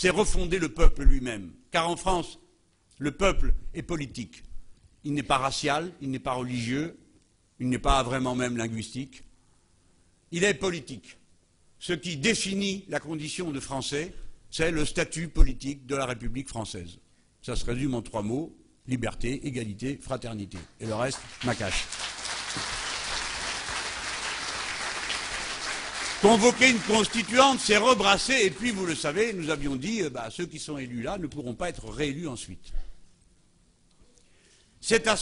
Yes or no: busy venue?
no